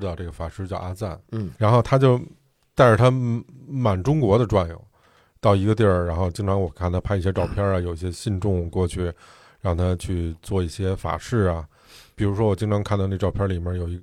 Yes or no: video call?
no